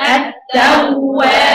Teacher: حرف الواو دلوقتي عليه شدة يعني حرفين وفي رخاوة